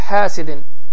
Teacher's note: hə boğazın ortasını sıxmaq nəticəsi ilə tələffüz olunan hədir və bu səs Azərbaycan dilində yoxdur